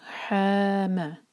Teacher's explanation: ہا مد تبعی دو حرکہ، ما ایک حرکہ